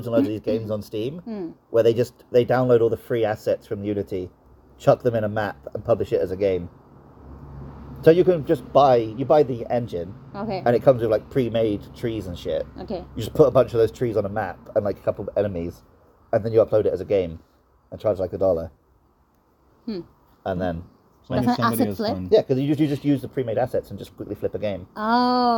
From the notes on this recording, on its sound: This episode was recorded in-person on the side of a temple.